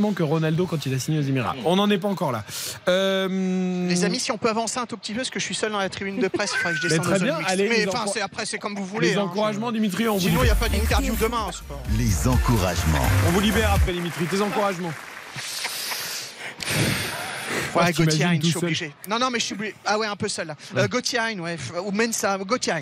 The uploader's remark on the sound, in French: en direct de l'Abbé-Deschamps